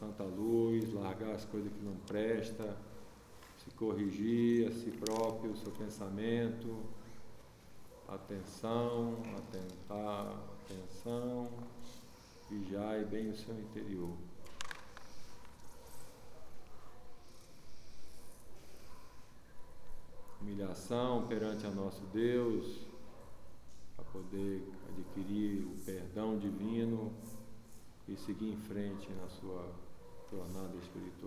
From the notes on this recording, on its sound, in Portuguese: gravadas na Igreja Céu do Planalto